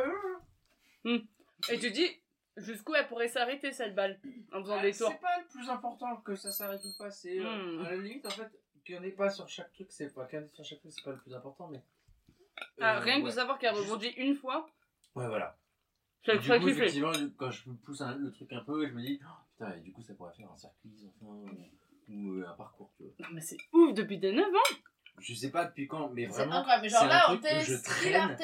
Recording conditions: poor sound quality